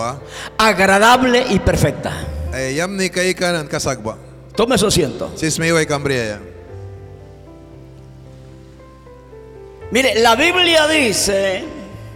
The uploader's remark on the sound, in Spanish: mensaje en vivo desde la iglesia Torre Fuerte en Bilwi, Puerto Cabezas